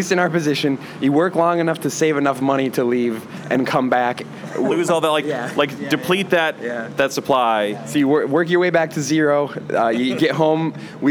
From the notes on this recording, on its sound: an interview recorded at SXSW 2016